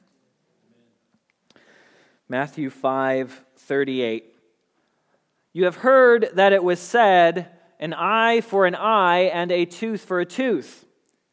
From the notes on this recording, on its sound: Message Preached at Valley Creek Church